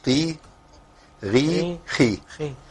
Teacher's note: القاف والغين والخاء لما بيتكسروا بينزلوا تحت جدا